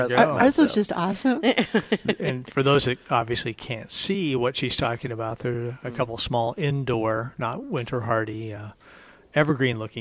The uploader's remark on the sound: Live at Prairie Gardens